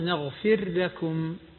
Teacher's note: والراء هنا مظهرة وليست مدغمة